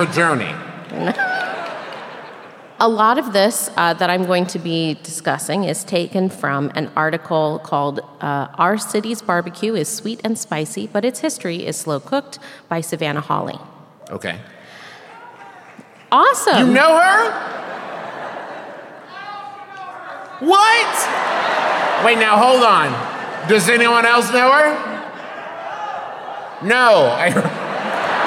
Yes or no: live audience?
yes